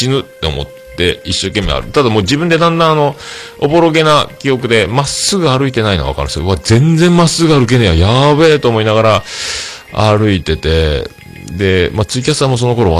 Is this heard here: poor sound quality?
no